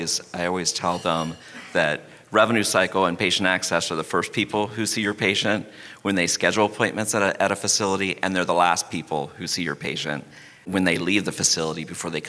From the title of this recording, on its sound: Live from HFMA's Annual Conference